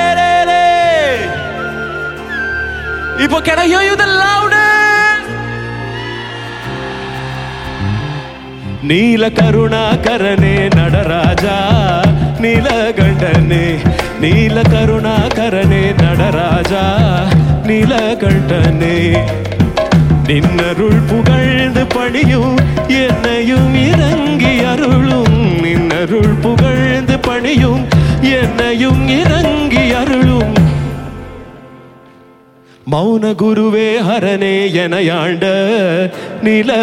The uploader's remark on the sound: Live at Mahashivratri 2019